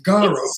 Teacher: It's a soft rolling R.